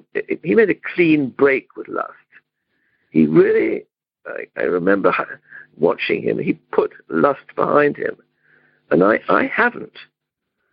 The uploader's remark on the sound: In Romania - Monday Noon Phone Speaker Series.